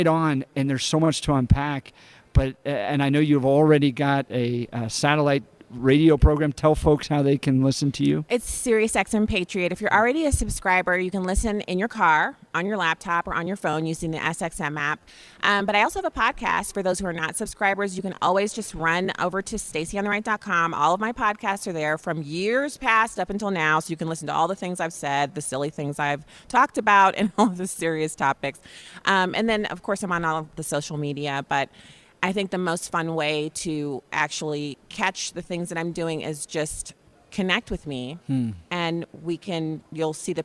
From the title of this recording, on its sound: Live from Western Conservative Summit 2022